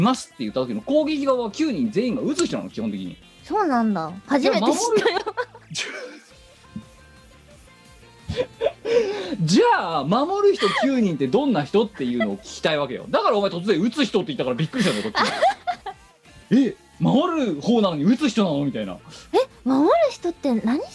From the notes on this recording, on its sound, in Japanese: 本番組はリモート収録です。収録時環境の影響により、聴き取り辛い部分があります。